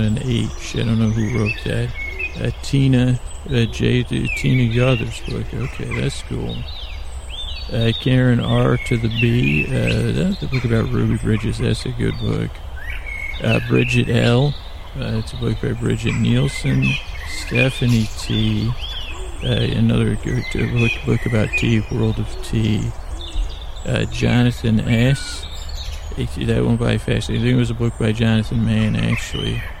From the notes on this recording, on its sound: This episode was recorded on location and contains ambient noises like birds and moss scratching, as well as me walking.